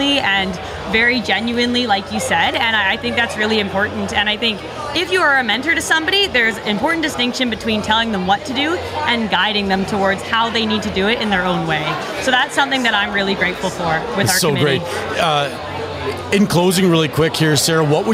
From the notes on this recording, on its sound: Live at The 7th Annual NCSG & Blackfish Enterprises Networking Event at The 2023 Calgary Stampede.